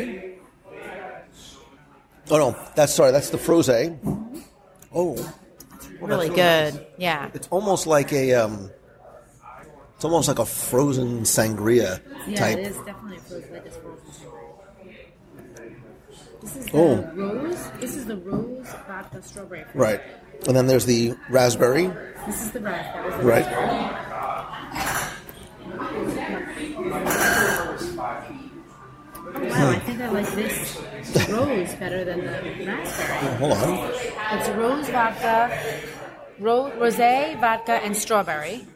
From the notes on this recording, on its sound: Live from Disney Springs. Recorded LIVE at Wine Bar George in Disney Springs.